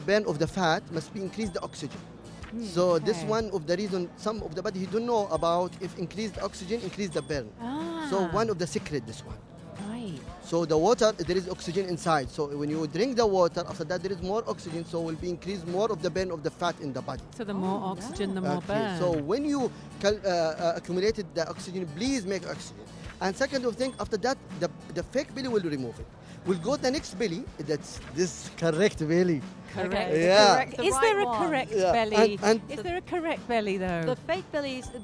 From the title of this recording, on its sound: Live from SIBF 2023